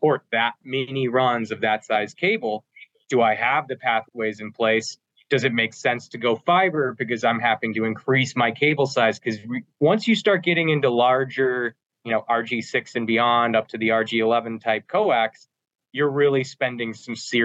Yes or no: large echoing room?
no